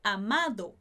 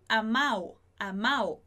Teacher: Em algumas regiões da Espanha, é muito comum tirar esse D, não pronunciar ele. · Shown in: second take